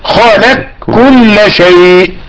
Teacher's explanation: خلق كل شيء ادغمها فقرأ خلق كل شيء، كاف مشددة، القاف لم يظهر لها اثر، وهو ادغام كامل، ادغام محض